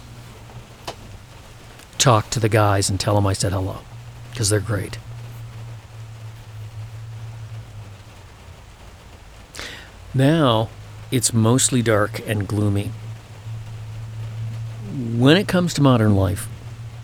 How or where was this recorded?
outdoors